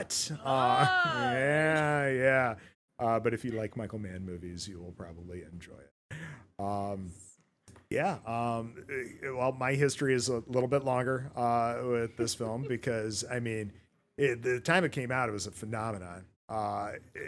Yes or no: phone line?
no